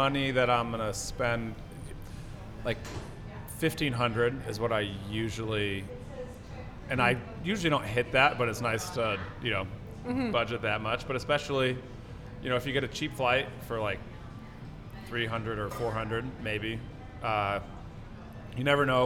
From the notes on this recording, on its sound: Recorded at Fools & Horses on Boadway, Winnipeg